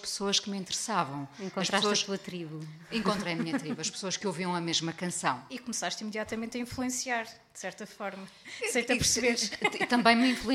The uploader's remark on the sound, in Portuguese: em mais um episódio do Salt Peanuts ao vivo na Chasing Rabbits